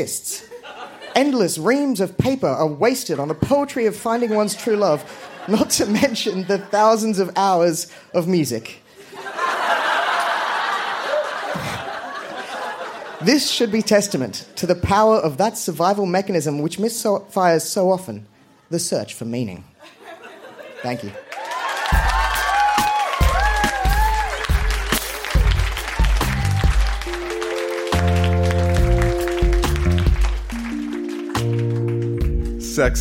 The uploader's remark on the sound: Recorded live at the Woodford Folk Festival.